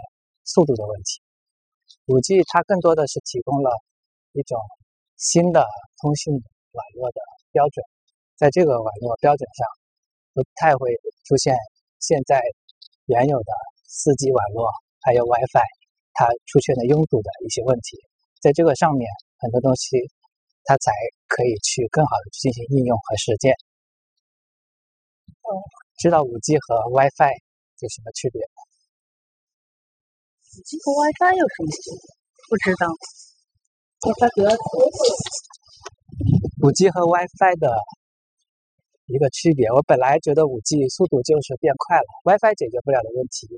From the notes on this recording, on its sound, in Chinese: 边走边聊